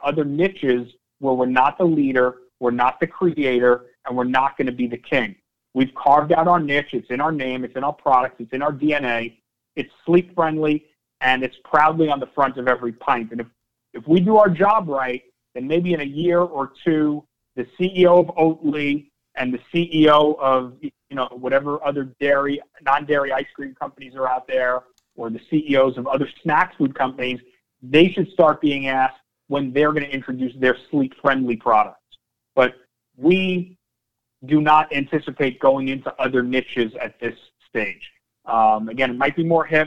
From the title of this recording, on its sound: Nightfood Investor Conference Call for May, 26th 2021 (NGTF)